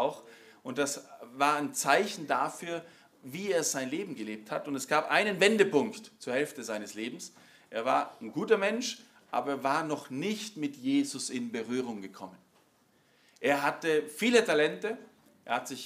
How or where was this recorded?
large echoing room